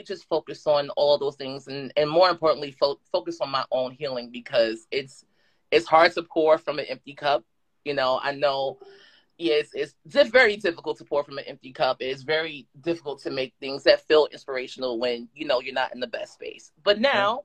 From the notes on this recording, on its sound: This preview discussion took place on The EveryMAN Project 's Instagram Live on 11/11/22.